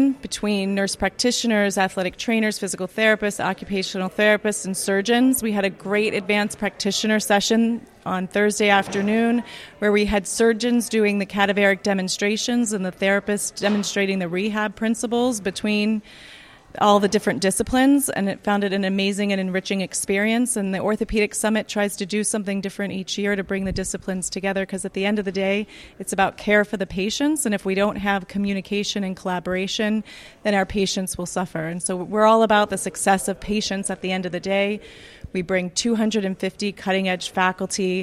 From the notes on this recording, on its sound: Our final live(ish) episode from the 2019 Orthopaedic Summit.